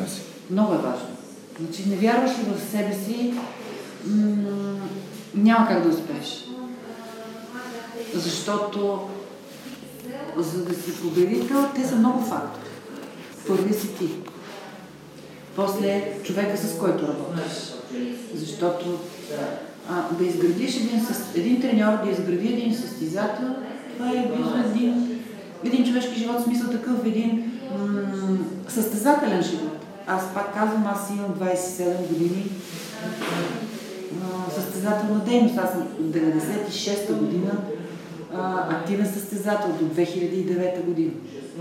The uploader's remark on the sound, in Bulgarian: Моля да ме извините за притеснението при записа и страничния шум.